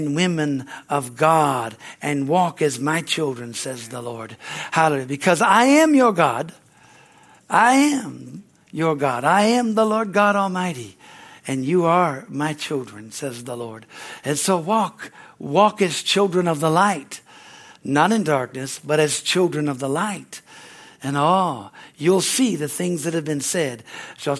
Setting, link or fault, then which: setting, large echoing room